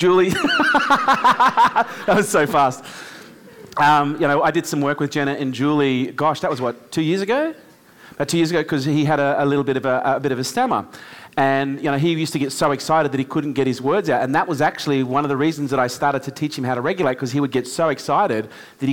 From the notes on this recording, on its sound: LIVE with our K2 Elite audience, this time from downtown LA